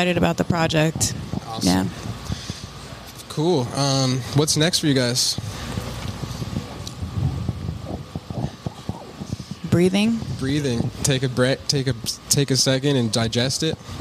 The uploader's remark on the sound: Recorded at Thunder Canyon Brewery.